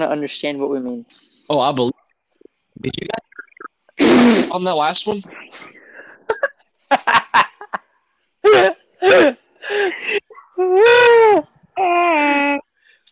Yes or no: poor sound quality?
yes